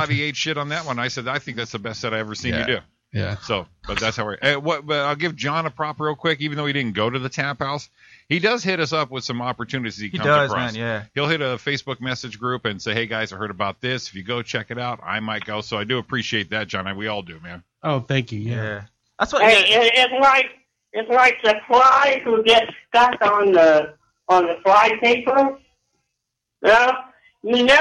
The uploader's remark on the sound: phone calls